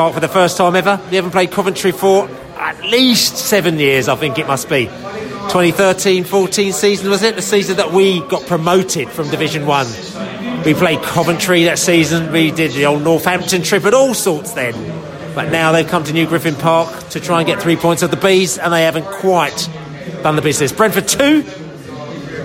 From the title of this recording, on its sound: post-match podcast from the pub